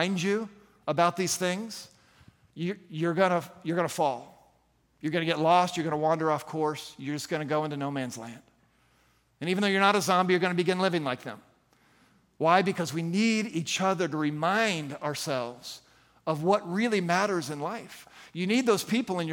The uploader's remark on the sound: at the June 11, 2023 Sunday morning services of Boca Raton Community Church in Boca Raton, Florida.